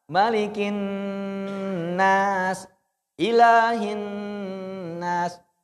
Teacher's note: Kalau lihat mim dan nun bertasdid ditahan lama Pak ya, ditahan lama.